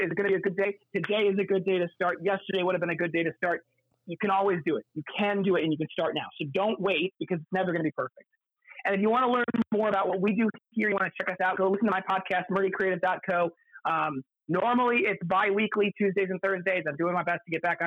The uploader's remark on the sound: phone interview